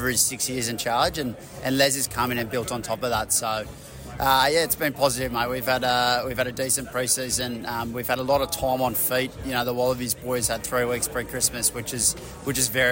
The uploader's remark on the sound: at the Super Rugby season launch